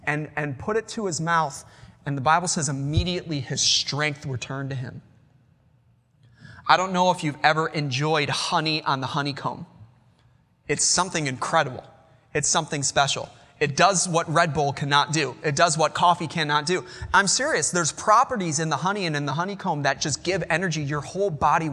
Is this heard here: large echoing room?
yes